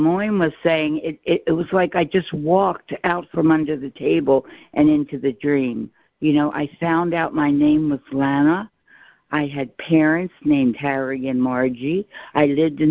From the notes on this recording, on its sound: ACIM Daily Conference Call